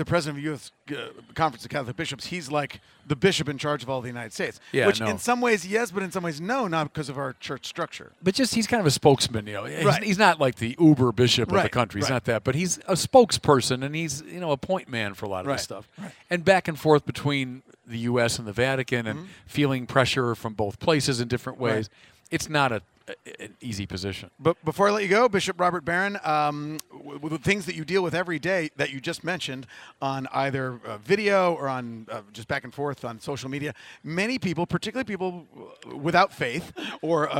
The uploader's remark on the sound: From the 2019 Los Angeles Religious Education Conference